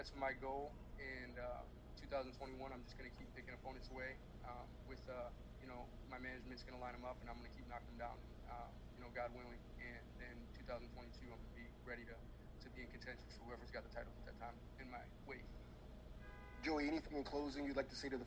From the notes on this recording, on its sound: Post Fight Media Conference.